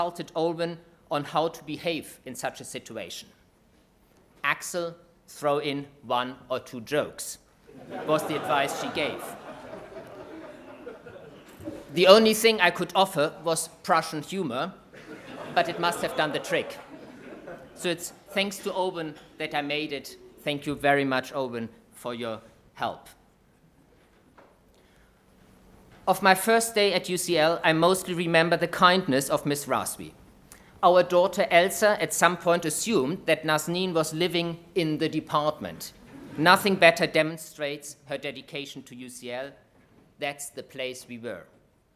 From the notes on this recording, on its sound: UCL History. Inaugural Lecture.